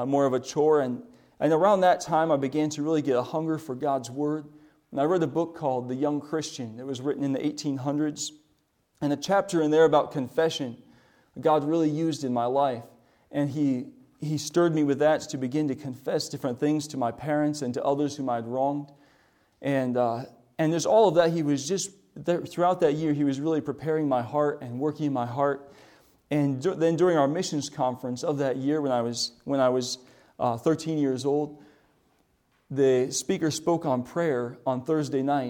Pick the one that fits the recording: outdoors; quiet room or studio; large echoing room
large echoing room